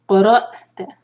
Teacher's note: قاف ہیوی، را ہیوی، حمزہ پر cut off sound